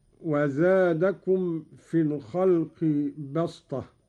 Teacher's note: قرأ قالون بالصاد قولا واحدا، وهي لغة قريش، أبدلت السين صادا لتوافق الطاء في الاستعلاء والإطباق